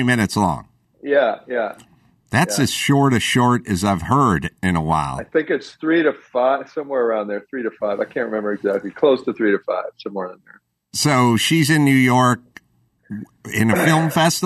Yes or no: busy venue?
no